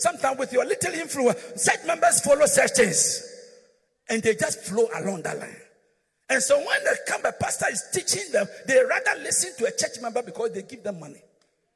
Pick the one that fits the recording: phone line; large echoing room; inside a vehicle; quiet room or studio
large echoing room